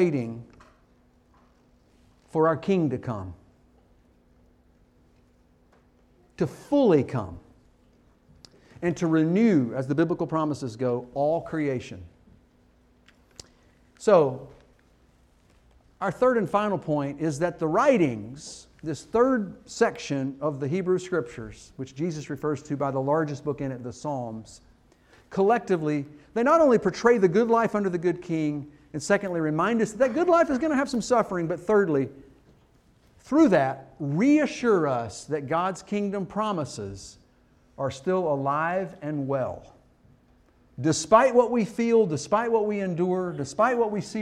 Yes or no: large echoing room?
yes